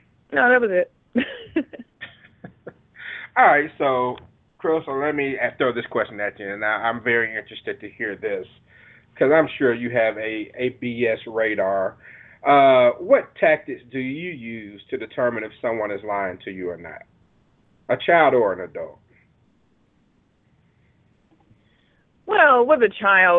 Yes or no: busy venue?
no